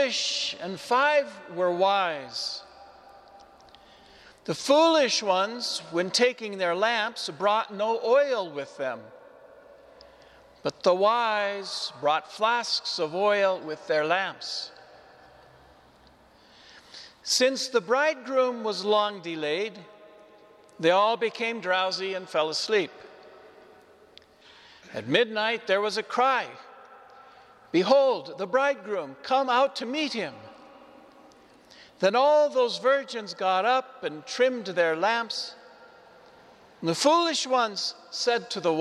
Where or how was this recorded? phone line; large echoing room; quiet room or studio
large echoing room